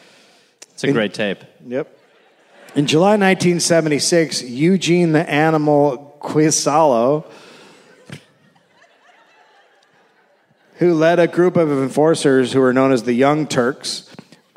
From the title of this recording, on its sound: Live in Cleveland